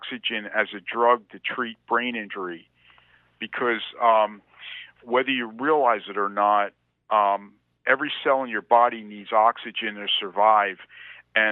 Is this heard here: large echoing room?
no